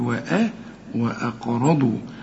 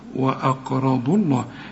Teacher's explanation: كأن الضاد عليها ضمة بس ومفيش مد